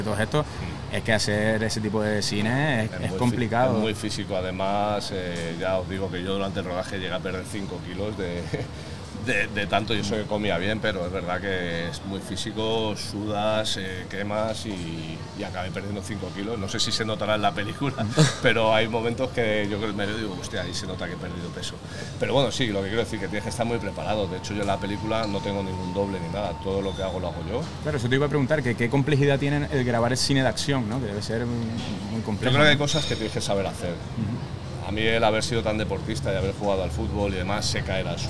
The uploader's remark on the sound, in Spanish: Isla Calavera 2023. Ligero tentempié en la recta final del festival isla calavera. Enmarcado en la fanzone del festival.